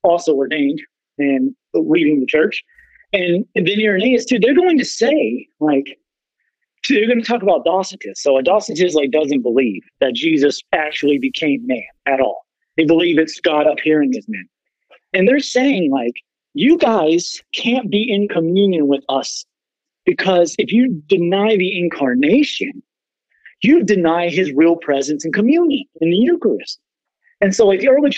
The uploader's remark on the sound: the audio quality and lag